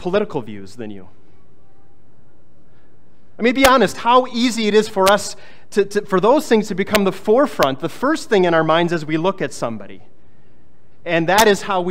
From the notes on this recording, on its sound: was preached on August 20, 2023